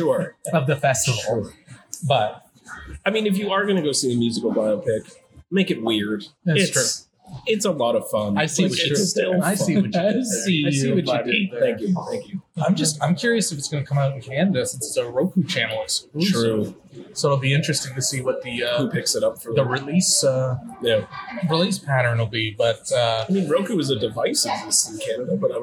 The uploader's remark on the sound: The boyz were on location at TIFF '22.